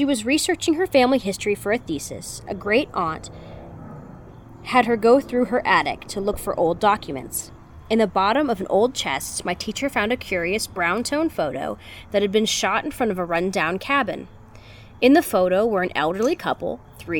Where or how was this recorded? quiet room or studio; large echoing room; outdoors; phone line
outdoors